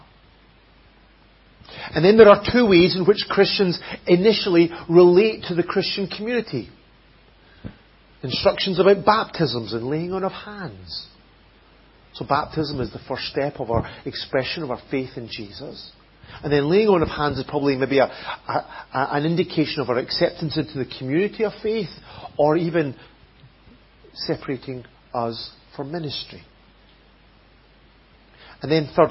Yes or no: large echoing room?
yes